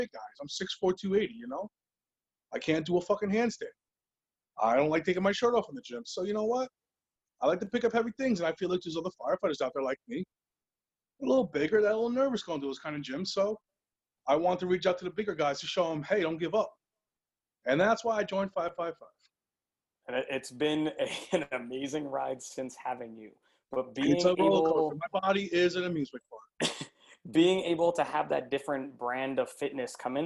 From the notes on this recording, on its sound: What happens when you get a bunch of Emergency Service Providers together on a Zoom chat.